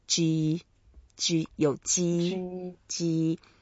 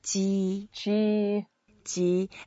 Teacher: So it's a first tone, so just make it flat and you can make it slightly longer.